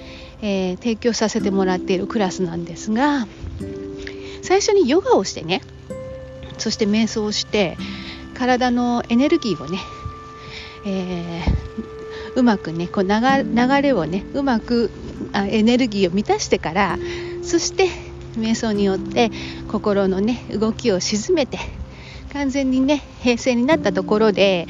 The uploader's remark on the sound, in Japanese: 今回は散歩をしながらの収録をしてみましたー。歩きながらでも話ができた。